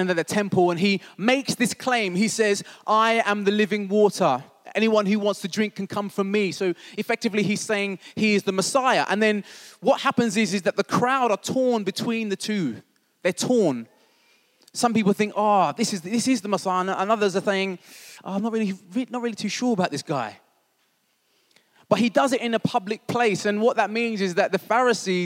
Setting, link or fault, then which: setting, large echoing room